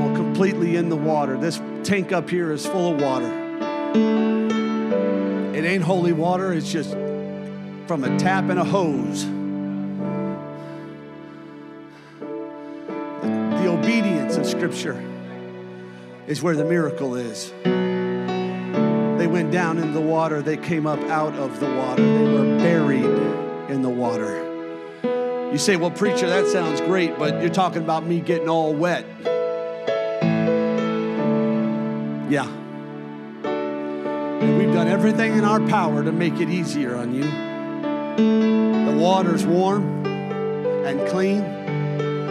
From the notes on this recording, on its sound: a service recording from Connect Point UPC